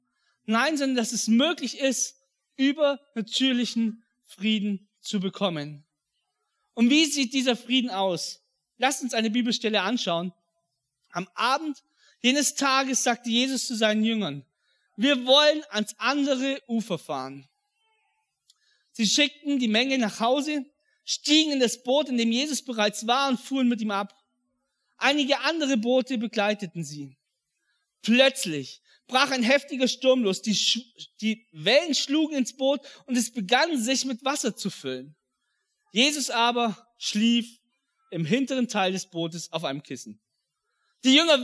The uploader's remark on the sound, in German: an Heiligabend 2022 in der Life Church Ansbach